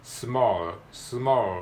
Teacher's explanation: 単語の一番最後に L が来てる場合は、えー、ダーク L って言ってあの舌先を、えー、しっかりとあの歯の裏につけないで、えー、舌をちょっとこう下げるような感じで